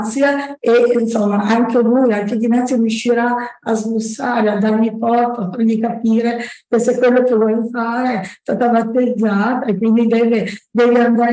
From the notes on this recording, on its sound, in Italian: il libro è stato presentato in diretta Zoom dal comitato cultura UICI (Unione Italiana Ciechi e Ipovedenti) di Torino.